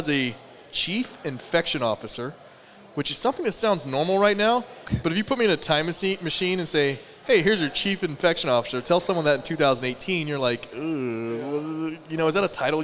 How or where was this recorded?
busy venue